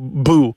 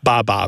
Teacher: It's such a basic fundamental sound that B sound coming off the lip followed by a vowel